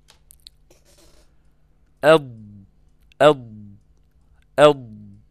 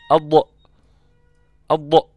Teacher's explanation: الضاد رخوة، الضاد ليست بشديدة · Shown in: first take